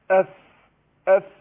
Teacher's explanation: المخرج الثاني بتاع الشفتين بطن الشفة السفلى مع الثنايا العليا اللي هي الفاء